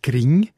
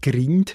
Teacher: Im grössten Teil vom Kanton Bern sagt man «Gring», nicht «Grind», also mit sogenanntem velarisiertem «nd» zu «ng». · Shown in: first take